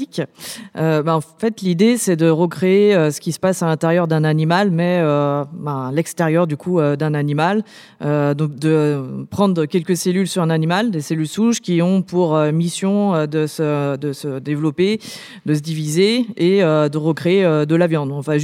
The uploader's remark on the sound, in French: Enregistrée en public à l’Académie du Climat.